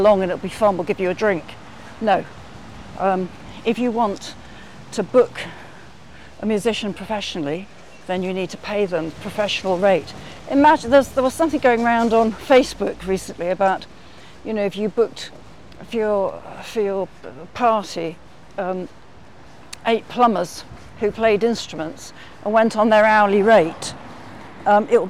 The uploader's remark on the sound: walking along a windy Brighton Beach in the south of England